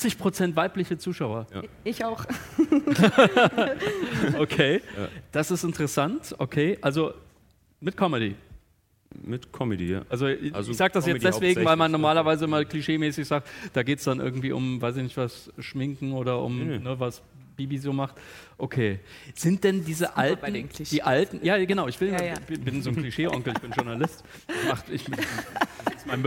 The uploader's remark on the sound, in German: Diese Spezialfolge von „Praktisch Faktisch“ ist eine Aufzeichnung vom Campfire-Festival 2019 in Düsseldorf. Im RP-Zirkuszelt.